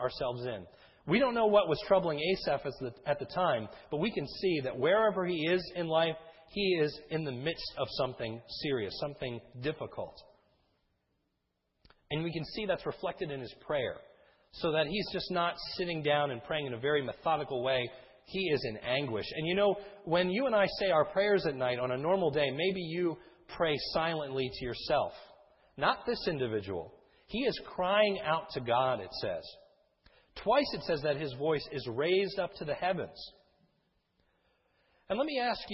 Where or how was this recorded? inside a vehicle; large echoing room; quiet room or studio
large echoing room